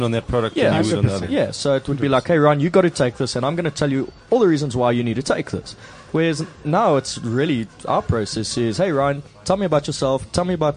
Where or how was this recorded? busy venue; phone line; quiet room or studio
busy venue